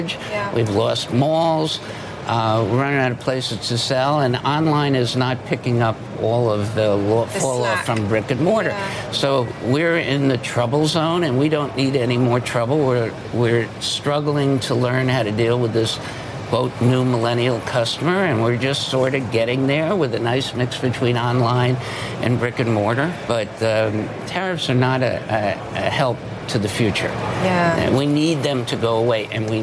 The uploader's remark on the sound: live from the New York Stock Exchange